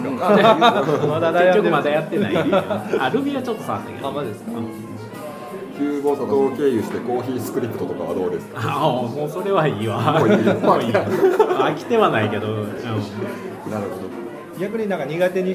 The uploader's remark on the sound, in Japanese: 今回の収録は スターバックス新大阪ニッセイビル店 をお借りしました。今回の収録は スターバックス新大阪ニッセイビル店 をお借りしました。ちょっと店内の音楽が大きめだったので聴きづらいかも知れませんがご了承ください。